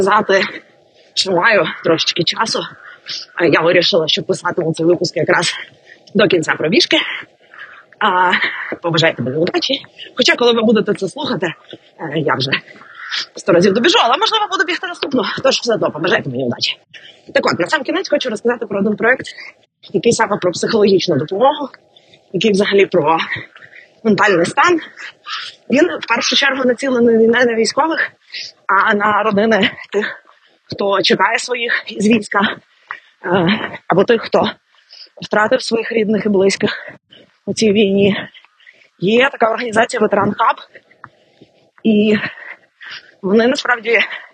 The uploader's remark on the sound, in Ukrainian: Цей епізод трохи експериментальний, бо записувався буквально «на бігу».